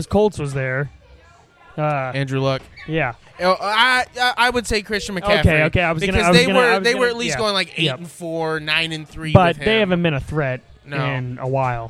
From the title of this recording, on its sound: LIVE FROM THE AXL BARBER SHOP